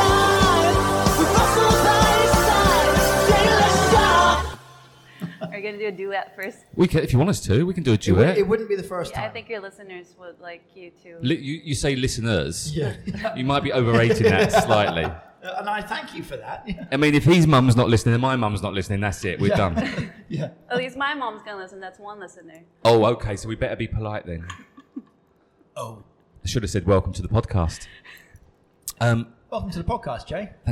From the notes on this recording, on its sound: Recorded at Sync coffee in Kamala